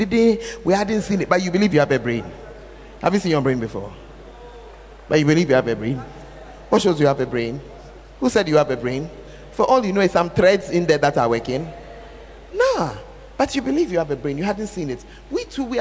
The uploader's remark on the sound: Preached At The 12 Foundations Of The Bacenta Camp